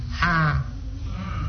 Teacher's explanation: makhrajul hurufnya berada di tengah tenggorokan sini. Jadi kalau mau menyebutnya itu, buka rongga tenggorokan ini, rongga mulut sampai tenggorokan sana. · Term: huruf Ain dan huruf Ha